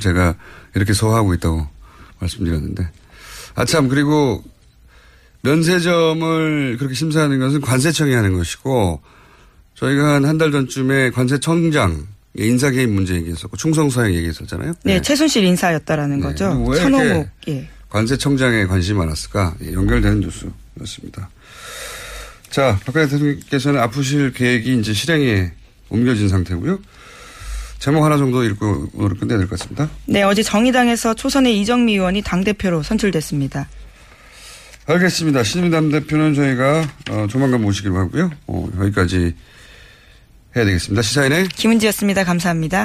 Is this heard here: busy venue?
no